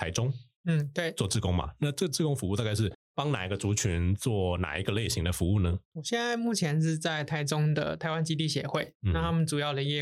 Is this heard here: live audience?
no